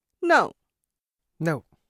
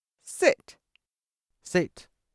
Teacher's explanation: This is the fourth tone in Chinese, a downward, falling tone, the dog owner's tone, that they use when telling their dog what to do.